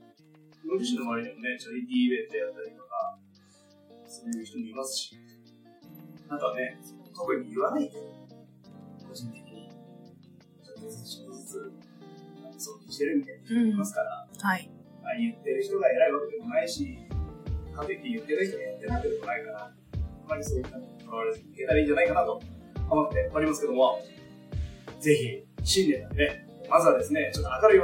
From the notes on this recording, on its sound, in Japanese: 録音機材トラブルのため音質が、通常より粗めとなっております。